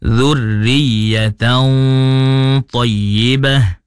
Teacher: Jadi yang sebetulnya dengung mesti isti'la meninggi.